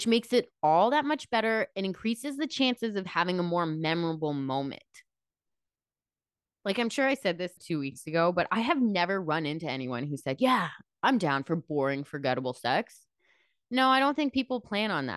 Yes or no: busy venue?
no